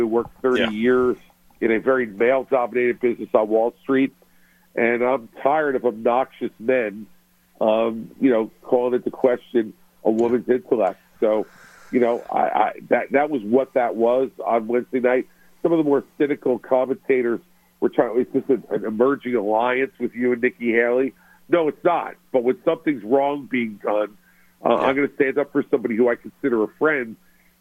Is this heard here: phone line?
yes